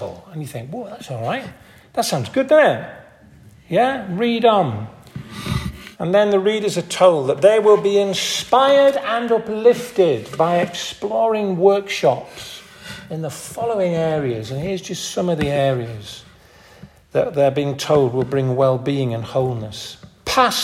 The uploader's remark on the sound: This audio recording was taken from the 10:30 Morning Communion service at St Mary and St John's Church in Hardraw on June 18th 2023.